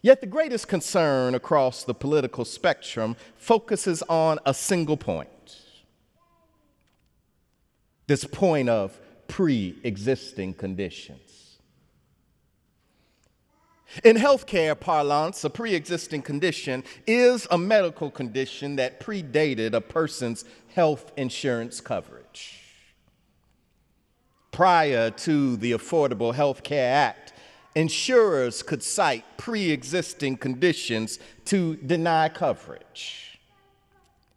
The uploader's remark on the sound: sermon on The Fourth Sunday of Easter, Sunday, May 7, 2017 in the Memorial Church